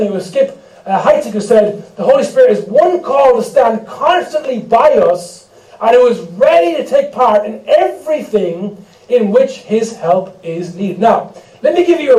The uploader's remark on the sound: We apologise for the poor sound quality on this recording.